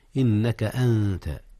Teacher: إخفاء النون قبل التاء، إذ التاء من حروف الإخفاء